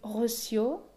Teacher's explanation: con la R francesa y el acento en la última sílaba